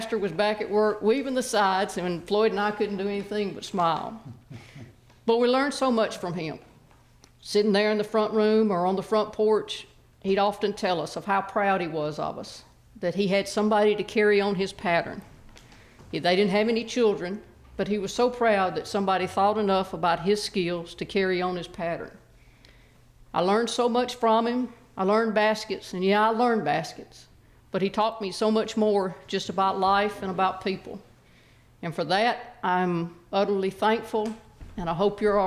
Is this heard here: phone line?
no